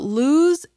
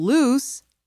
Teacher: In speaking, both words use the vowel sound oo. But lose ends in the z sound, while loose ends in the s sound